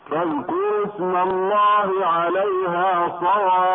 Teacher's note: ونظرا لأنه منصوب إذا وقفنا عليه يوقف عليه بالسكون المجرد فقط ولا روم ولا إشمام فيه، لأن الروم يكون في المجرور والمرفوع والإشمام لا يكون إلا في المرفوع فقط. فالوقف على هذه الكلمة بالسكون المجرد مع الالتزام بمده 6 حركات يكون هكذا فاذكر اسم الله عليها صواف.